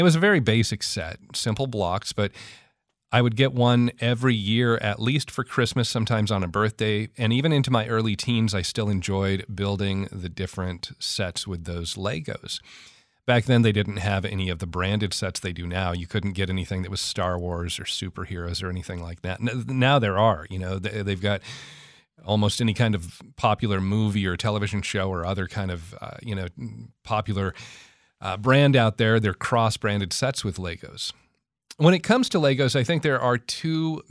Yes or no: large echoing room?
no